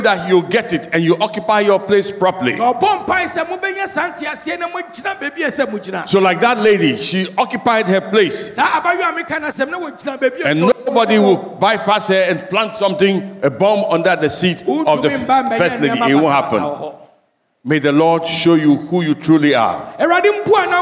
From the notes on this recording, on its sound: Sermon preached at CBC Shiashie Campus